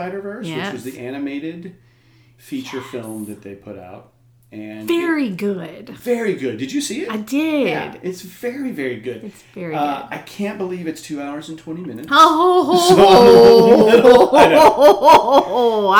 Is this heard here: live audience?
no